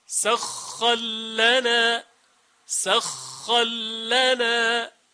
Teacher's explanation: را مفتوحه و در لام ادغام میشه